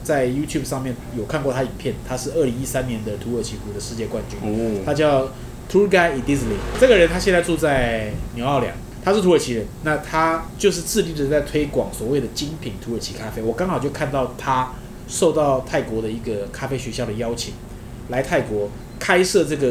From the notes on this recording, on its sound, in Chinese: 本集白噪音指數：蚊風級 1/5。錄音地點： 一步一步來 - Kopi Ibrik。